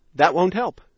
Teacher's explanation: The T at the end of that is pretty much silent, but in this particular case, we do hear the T at the end of won't.